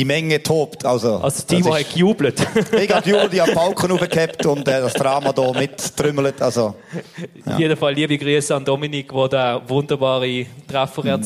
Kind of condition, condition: setting, live audience